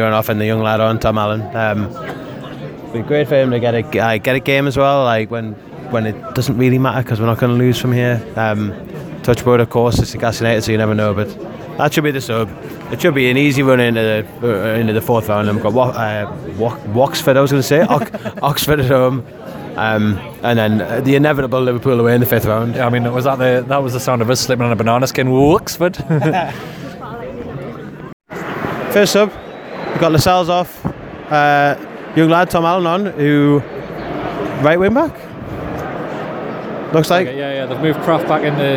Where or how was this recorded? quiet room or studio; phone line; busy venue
busy venue